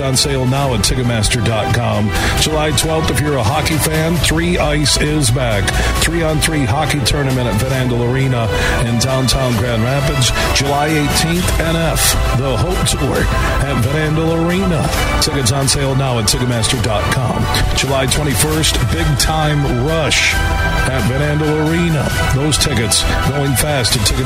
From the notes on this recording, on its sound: broadcasting live from the Blythefield Country Club which is home to the Meijer LPGA Classic